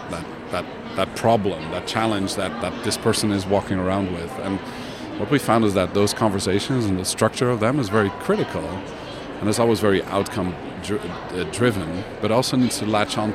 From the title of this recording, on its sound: Live from #IMEXAmerica